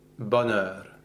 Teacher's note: rather than it being a bon, right, as a B-O-N would be, an O nasal, a closed O, we actually open this vowel